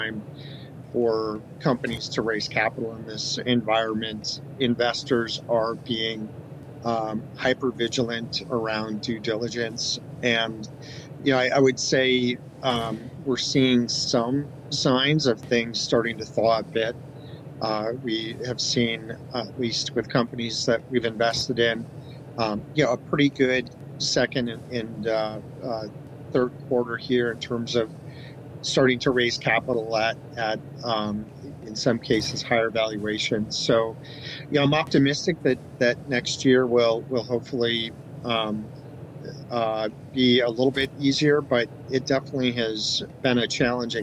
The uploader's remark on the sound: LIVE FROM MONEY 20/20